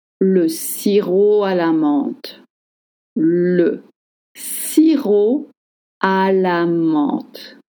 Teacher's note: Don't pronounce the P at the end of sirop.